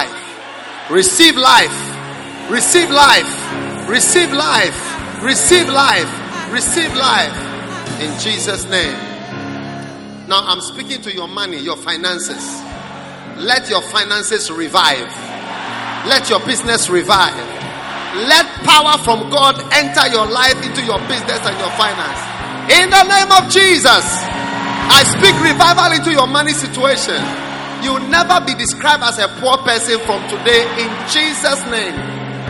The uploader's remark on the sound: Preached at the Prophetic Encounter Service.